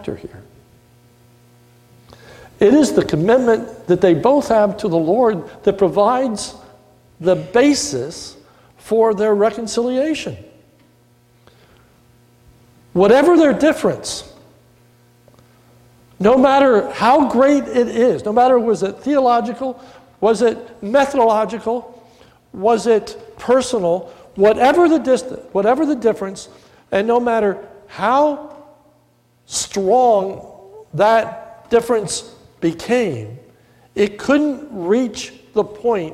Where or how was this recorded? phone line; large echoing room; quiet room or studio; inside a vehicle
large echoing room